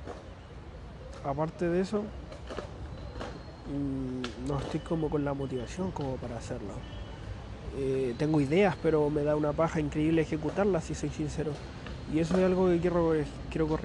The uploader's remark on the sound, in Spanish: En plaza Viña esperando a juntarme con amigos, aprovecho de grabar el podcast de hoy.